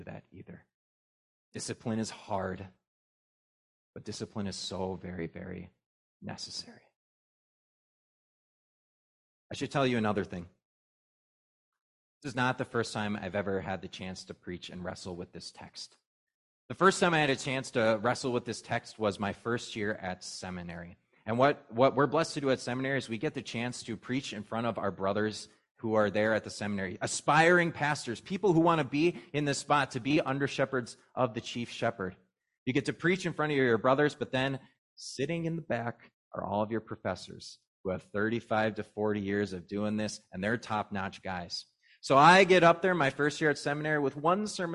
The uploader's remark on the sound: was preached at Grace of God Lutheran on Trinity Sunday, June 4, 2023